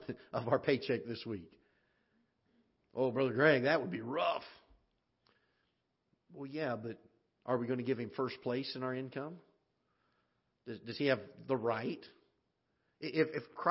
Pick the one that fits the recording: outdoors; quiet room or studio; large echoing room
large echoing room